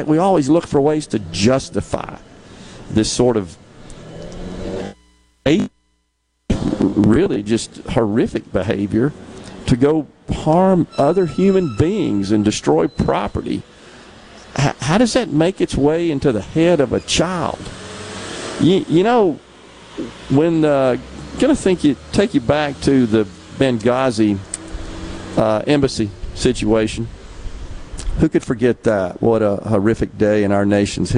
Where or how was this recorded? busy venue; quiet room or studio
busy venue